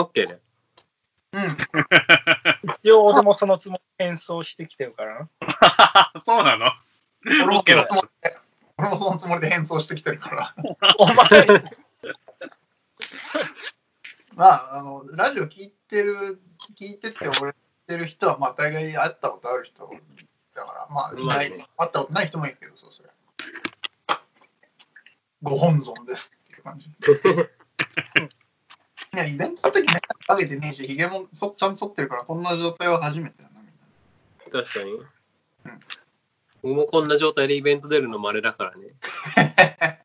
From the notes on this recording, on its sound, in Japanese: 初のリモート収録。